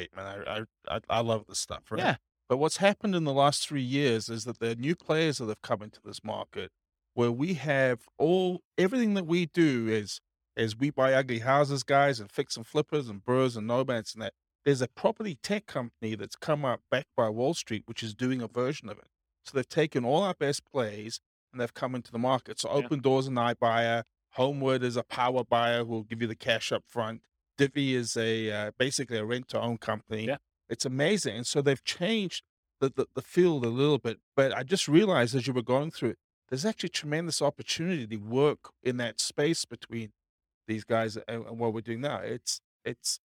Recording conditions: live audience